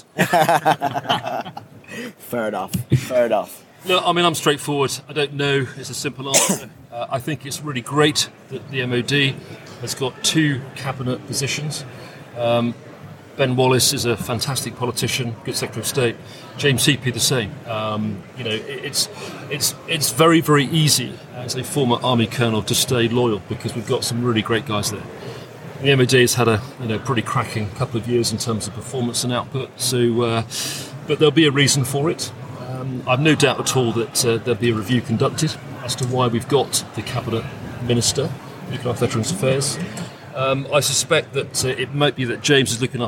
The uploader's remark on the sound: We return back to Conservative Party Conference where we record a special episode of Veterans In Politics with a panel of veterans in front of a live audience. It's always fun to hold podcast recordings in public.